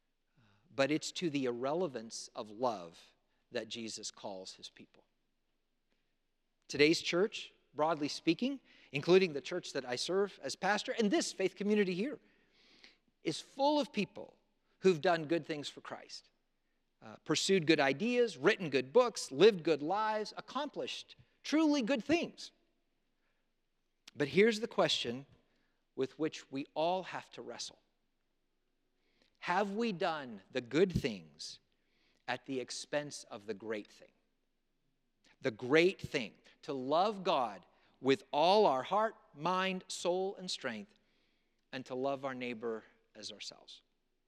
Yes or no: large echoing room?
yes